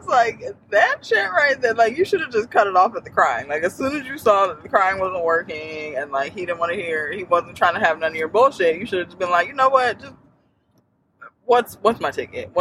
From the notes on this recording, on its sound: Y'all are taking a ride with us. During our little day trip in the car.